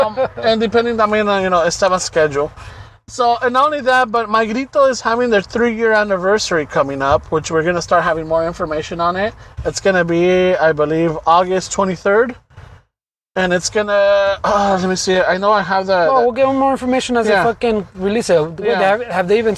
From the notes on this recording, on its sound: We are back outside in a parking lot playing catch up with this week's episode. Special noisy edition.